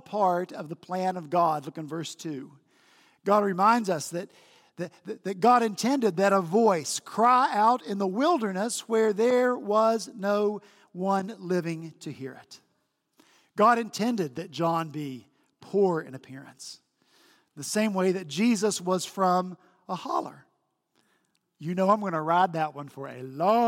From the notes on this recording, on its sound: At Redeemer Presbyterian Church in Charleston, SC.